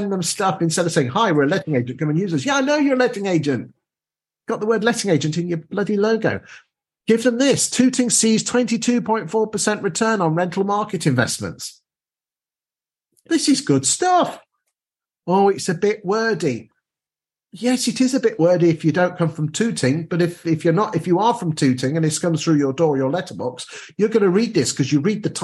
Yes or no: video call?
yes